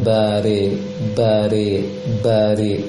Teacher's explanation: ro kasroh agak miring ke e bunyinya